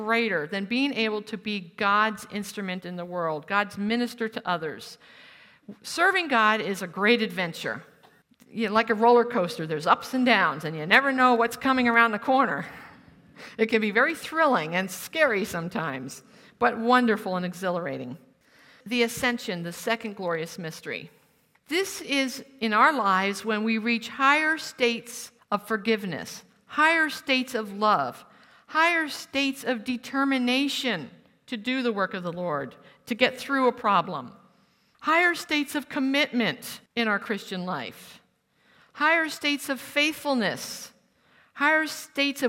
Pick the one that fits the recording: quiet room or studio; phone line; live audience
live audience